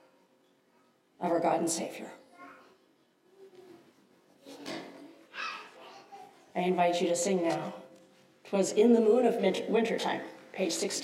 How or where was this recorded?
large echoing room